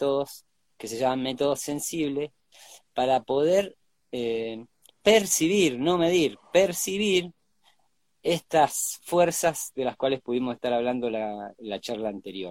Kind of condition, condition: link, video call